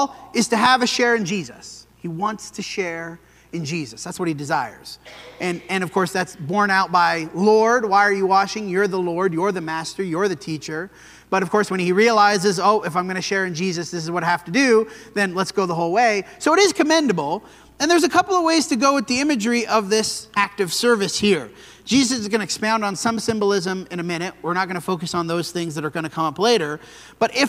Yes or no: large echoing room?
yes